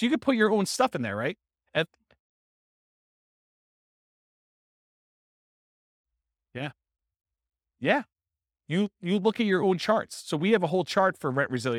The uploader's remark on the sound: This was a live class recorded